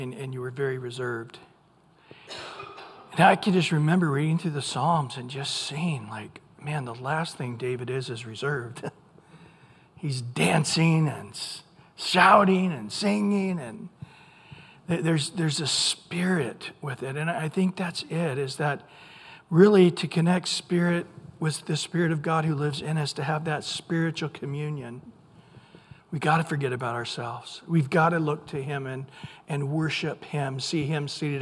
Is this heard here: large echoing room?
yes